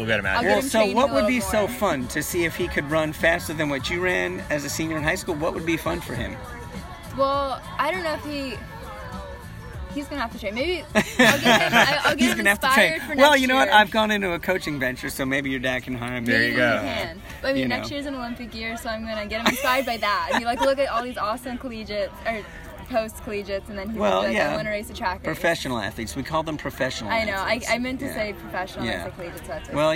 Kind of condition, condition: setting, busy venue